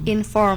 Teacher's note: Kalau inform sendiri dia tuh ditekan di akhirnya gitu. Jadi kayak inform gitu.